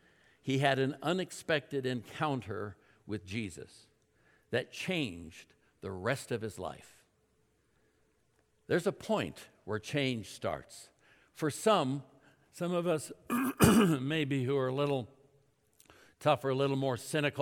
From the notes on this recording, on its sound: At Timberline Church. Live.